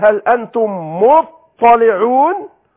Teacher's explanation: عايز يفخم ويعظم العذاب فيقول له انت هتطلع على شيء خطير وعذاب أليم، فحول التاء المرققة إلى طاء مفخمة